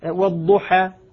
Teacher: إذا قلت مثلا والضحى هذه ليست ألف، ح هذه فتحة. أشبع الفتحة قليلا · Term: إشباع الفتحة